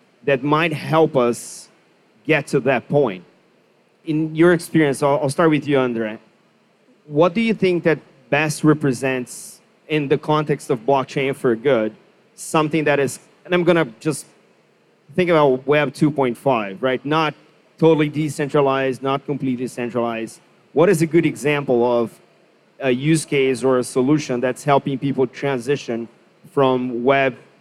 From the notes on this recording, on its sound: live onstage panel as part of Blockchain Rio, on our very own Blockchain Insider stage!